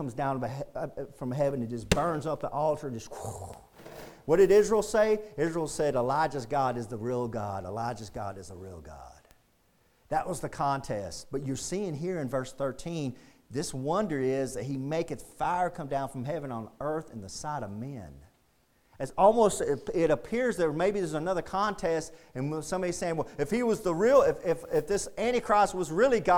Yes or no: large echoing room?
yes